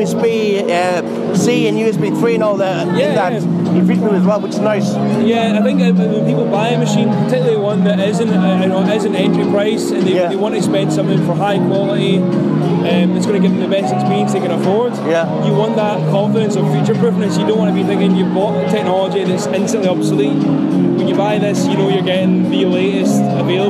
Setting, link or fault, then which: setting, busy venue